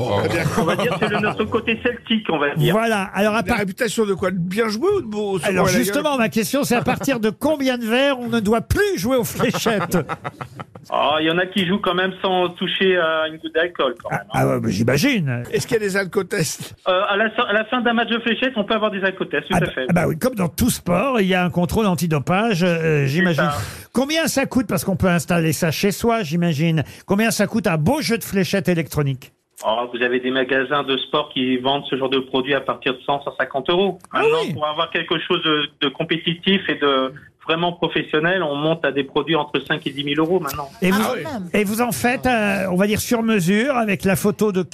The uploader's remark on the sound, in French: au téléphone des Grosses Têtes